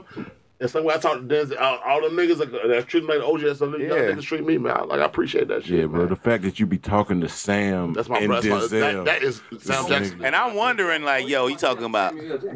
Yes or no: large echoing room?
no